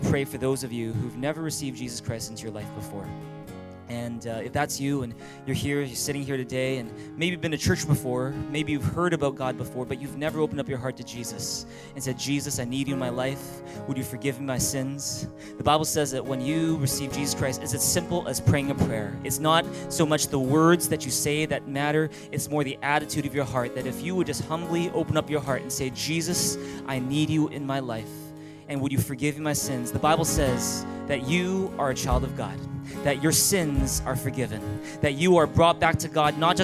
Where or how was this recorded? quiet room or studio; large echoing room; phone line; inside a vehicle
large echoing room